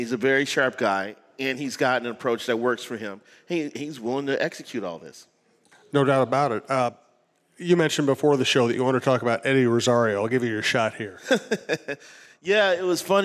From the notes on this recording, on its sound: At a live show from 11 Wells Distillery.